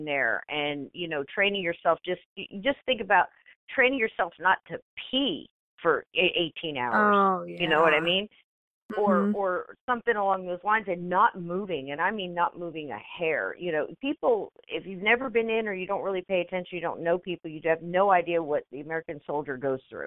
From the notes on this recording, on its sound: Hosted a live call in show.